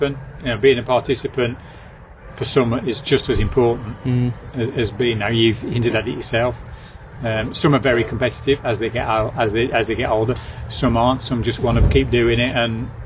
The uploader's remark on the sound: Last year we recorded our show live from the pub and it proved to be quite popular with the coaches and the listeners, so we’ve continued the trend this year. The White Lion.